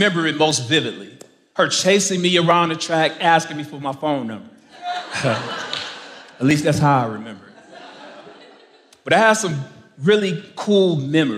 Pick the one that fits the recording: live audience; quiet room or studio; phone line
live audience